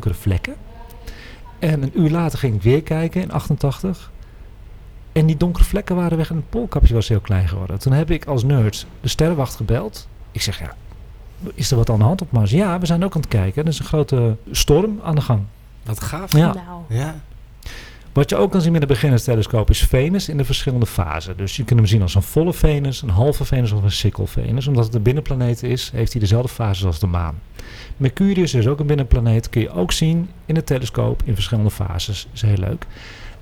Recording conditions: busy venue